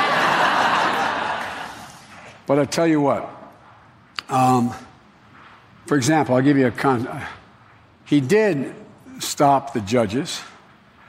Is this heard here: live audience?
yes